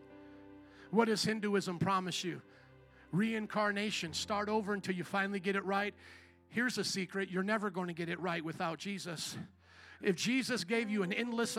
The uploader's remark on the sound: Second Service // Easter Sunday 2023 - Audio